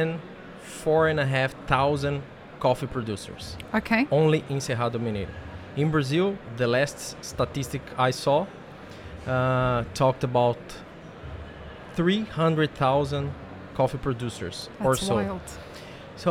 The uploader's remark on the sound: live-streamed from the show floor at World of Coffee Dubai 2024 on Jan 21-23 2024